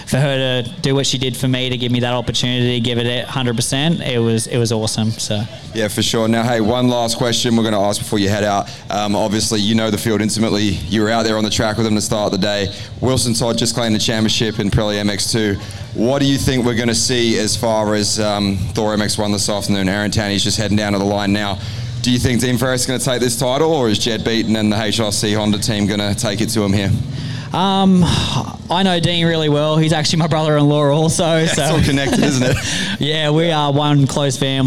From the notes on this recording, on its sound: The AMX Superstores ProMX Radio Show from Coolum saw the Inside Dirt crew in the mobile media centre presenting to the live race fans in attendance across both days of the final round of ProMX.